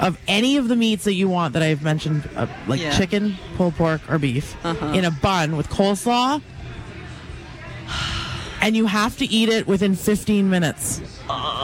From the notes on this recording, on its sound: Live at the Calgary Stampede